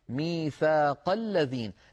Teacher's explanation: لاحظوا بأن همزة الذين لم تنطق لأن قبلها كلام · Term: همزة الوصل